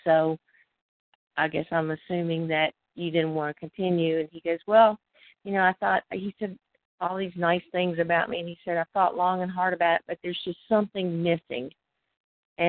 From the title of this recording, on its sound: Live Q&A Calls